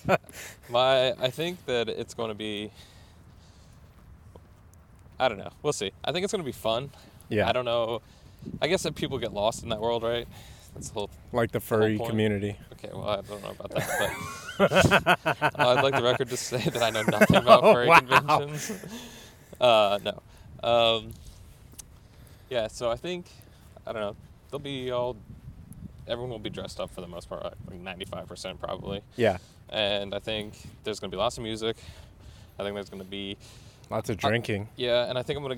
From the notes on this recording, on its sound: Test out recording out on the street.